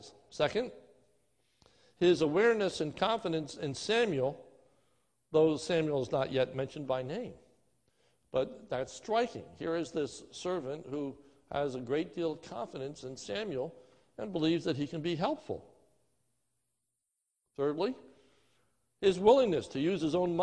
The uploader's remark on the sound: This is a sermon recorded live at the Lebanon Bible Fellowship Church in Lebanon, PA on 08-09-2020 during the morning service